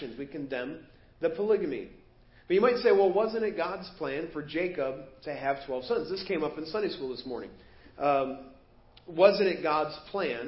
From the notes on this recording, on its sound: Preached at First Baptist Church of Hazel Park